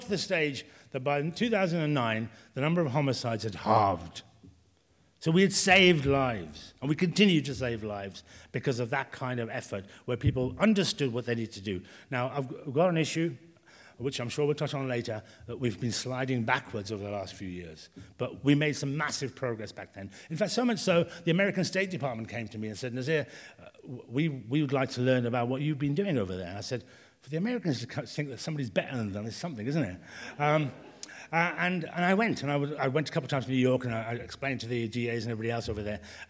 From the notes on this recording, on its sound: recorded in the Howard Assembly Room in February 2022